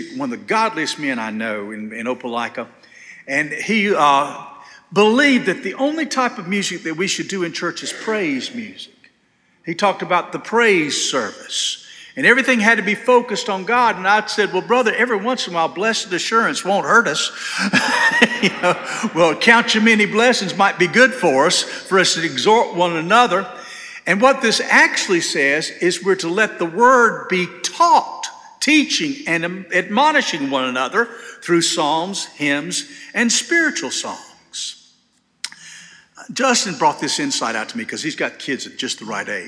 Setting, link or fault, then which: setting, large echoing room